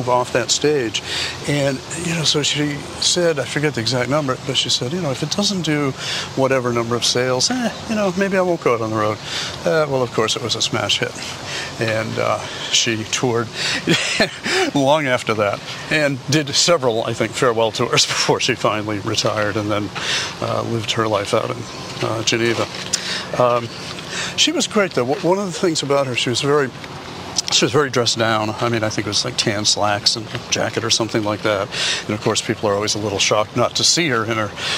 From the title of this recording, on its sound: Takin A Walk in Brookline Mass.